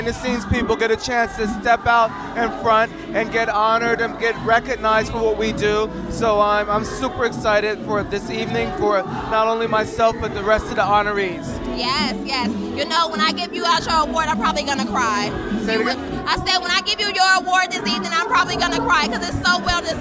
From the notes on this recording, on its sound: LIVE from The FASHION 500 Gala. Short interviews with Honorees, Designers, and Fashion industry professionals!